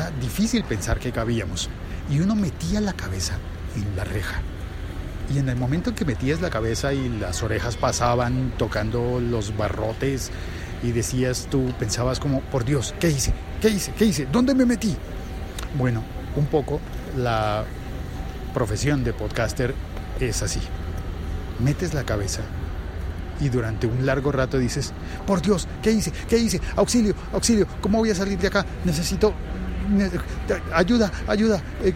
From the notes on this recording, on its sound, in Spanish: Emitido en directo desde el aeropuerto El Dorado.